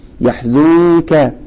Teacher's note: النون في يحزنك مخفاة نون ساكنة وبعدها حرف الايه الكاف فهي مخفاة وفيها شيء من التشديد يحزنك والتشديد من موانع الايه الإدغام.